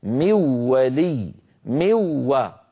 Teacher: لو وضعنا شدة، أقول لو، لكان النطق هكذا من ولي موا، يصير النطق بواو مشددة